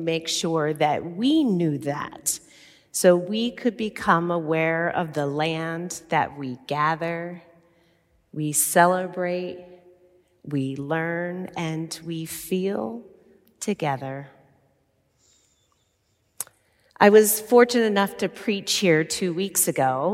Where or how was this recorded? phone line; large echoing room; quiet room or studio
large echoing room